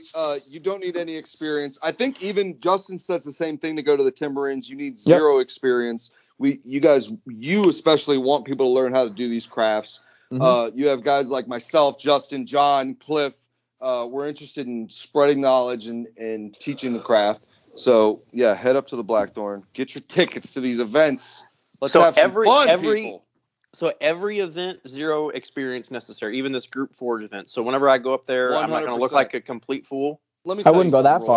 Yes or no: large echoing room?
no